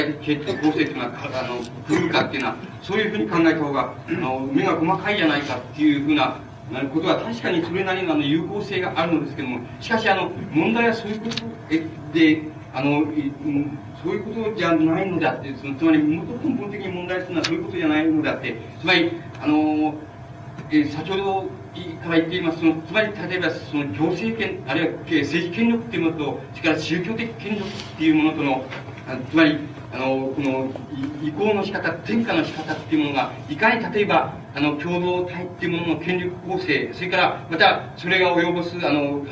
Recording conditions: background noise